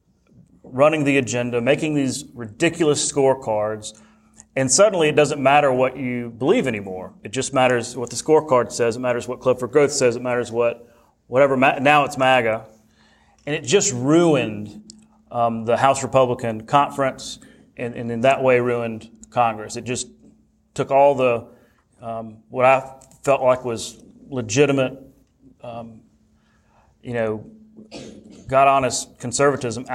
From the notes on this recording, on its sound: In short, it’s an insider crowd. There’s perhaps no better audience to do the first live in-person recording of the In the Weeds podcast.